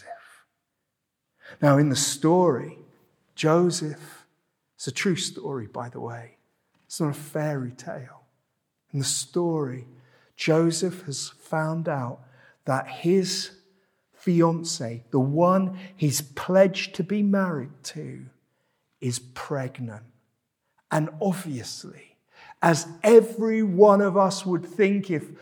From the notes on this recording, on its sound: This sermon was preached at Welcome Baptist Church